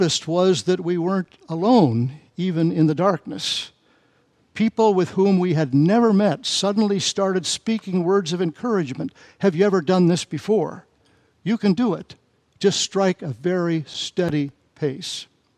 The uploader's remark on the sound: Message and Charge delivered during the Combined Worship service